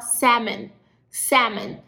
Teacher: na verdade a gente não pronuncia esse L, a gente fala salmon, salmon. · Term: o L é mudo